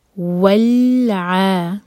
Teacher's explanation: واو کے لیے ہوٹ کول اور لام ساکن پر جھٹکا نہ ہو